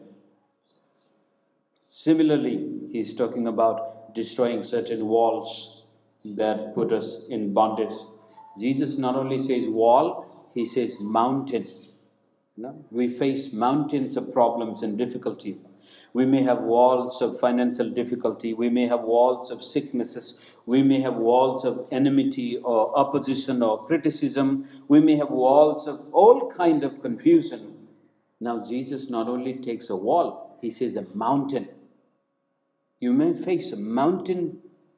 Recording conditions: large echoing room